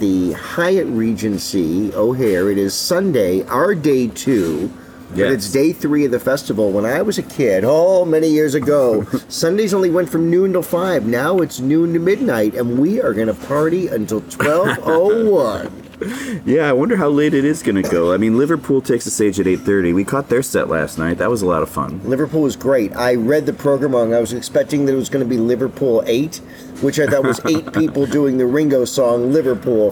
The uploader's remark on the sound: Beatlefest 2023 Part 2: Live from the Fest Floor.